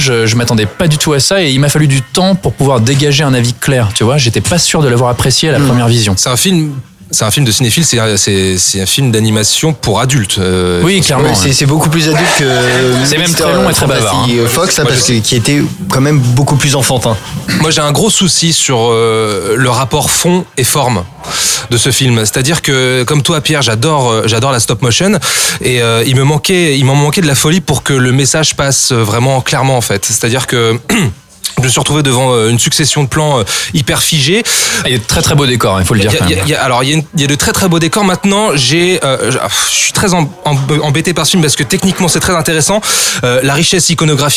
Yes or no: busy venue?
yes